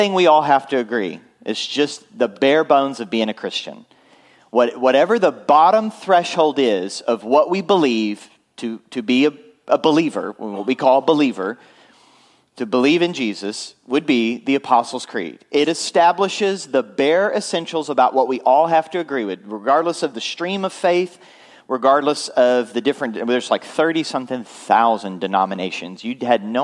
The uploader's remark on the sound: Full Sunday Service April 2, 2023